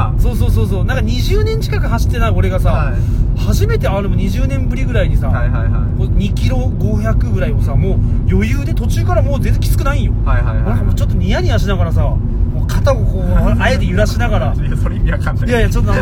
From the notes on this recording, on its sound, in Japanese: 取引先に向かう営業車の中で